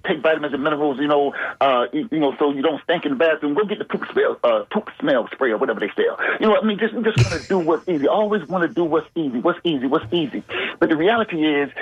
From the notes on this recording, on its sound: unique magazine format call-in show